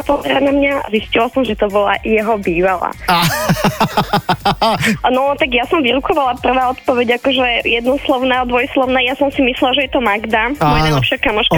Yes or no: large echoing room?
no